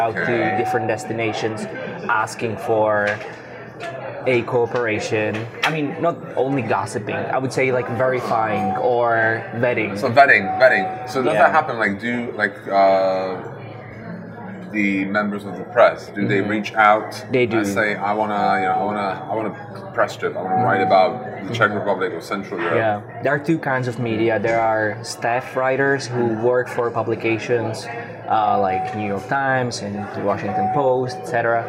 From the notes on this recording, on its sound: recorded the interview in Ichiran Ramen in Brooklyn